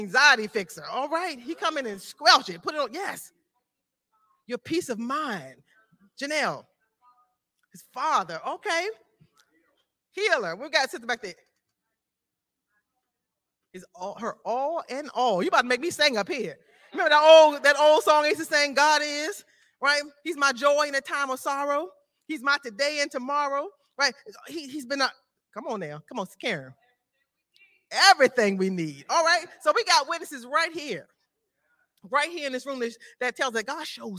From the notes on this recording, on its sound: This JAT was recorded live on Sunday, January 8th, 2023 at Newark United Pentecostal Church.